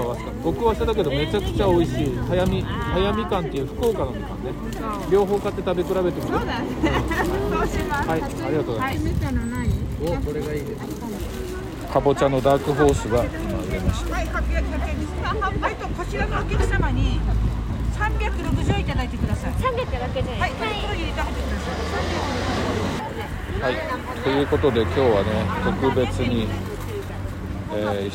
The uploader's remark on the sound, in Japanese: 石山朝市に出店！現場よりお送りします